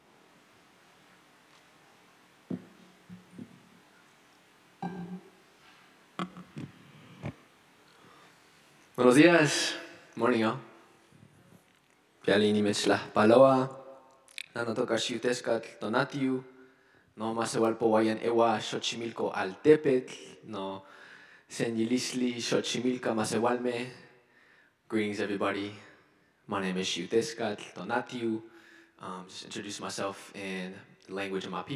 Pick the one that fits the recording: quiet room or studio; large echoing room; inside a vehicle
large echoing room